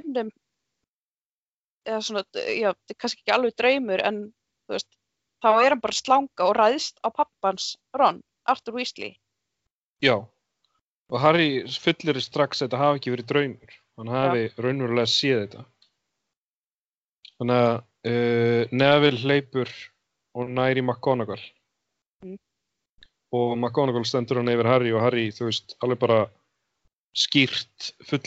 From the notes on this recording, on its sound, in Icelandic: með því að hittast á Skype og tala áfram